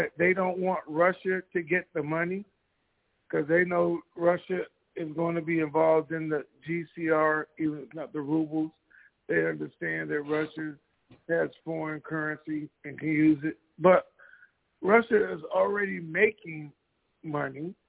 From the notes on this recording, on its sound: TNTSuperfantastic Conference Call.